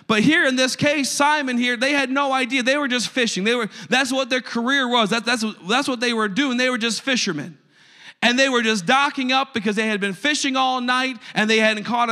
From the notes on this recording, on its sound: A service recording from Connect Point UPC.